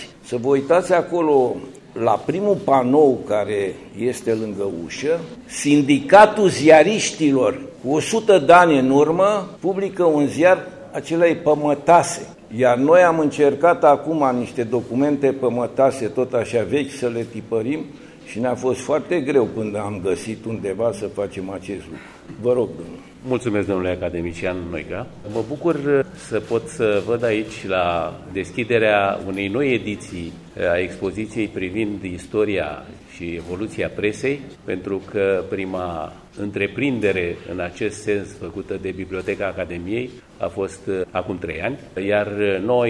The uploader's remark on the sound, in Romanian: Înregistrare din sala Theodor Pallady a Bibliotecii Academiei Române la vernisajul expoziției „Presa românească.